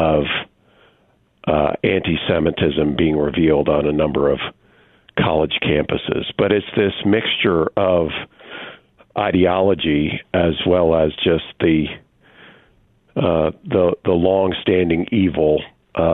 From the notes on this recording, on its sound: by phone